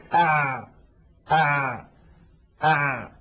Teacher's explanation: حرف العين لم ينبتر الصوت عند النطق به كانبتار الباء والقاف، لم ينقطع، ولكنه لن يجري جريان الشين وجريان الثاء